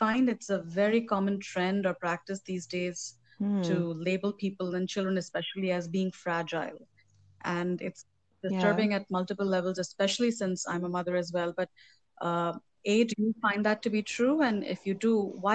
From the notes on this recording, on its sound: it's a bit glitchy due to some time lags in our conversation